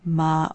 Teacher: It is actually the use of the two lips for the word that means mother, ma, or some variation of what they call bilabial nasals